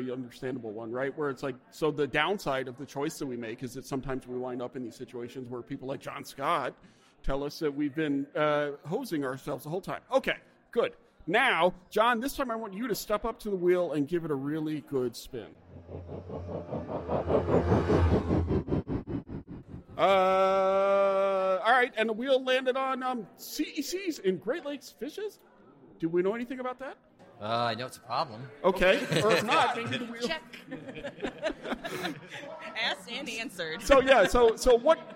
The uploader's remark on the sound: Live from the Emerging Contaminants in the Environment Conference. A really cool conference.